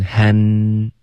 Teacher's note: 因为就是发音的问题听不到 N,要顶舌尖